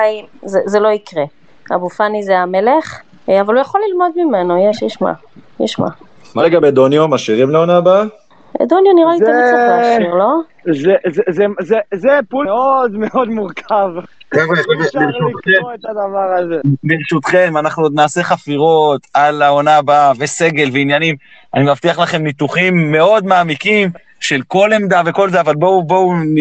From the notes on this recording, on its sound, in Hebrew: הוקלט בספייס בטוויטר מיד אחרי הניצחון על הפועל תל אביב, בהשתתפות המאזינים. במהלך ההכנה למשחק נגד הפועל באר שבע - הספייס קרס, עמכם הסליחה.